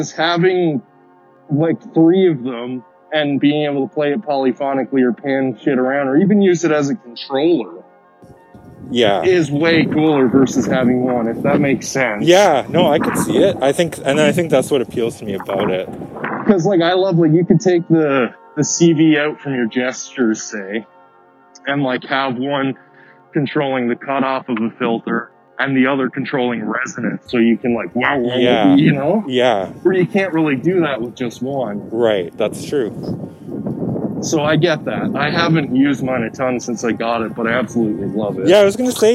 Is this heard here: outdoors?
yes